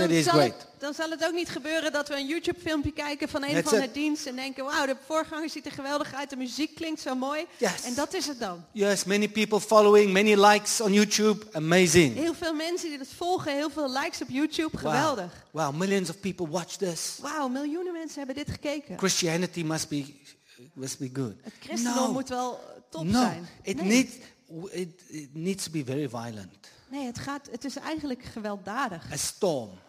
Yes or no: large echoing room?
yes